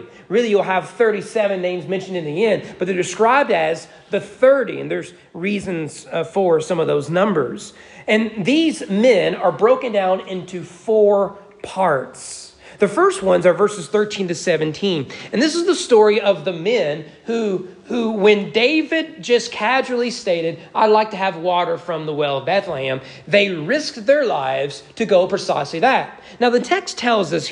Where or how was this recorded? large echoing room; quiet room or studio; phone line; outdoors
large echoing room